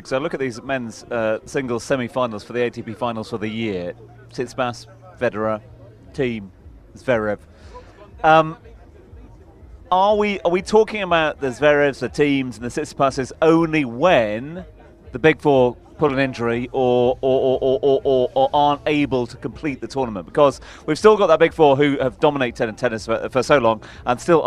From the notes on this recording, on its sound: From our original home, Barasti